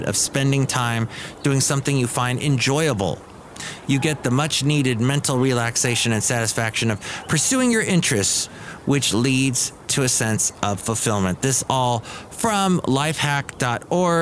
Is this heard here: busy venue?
yes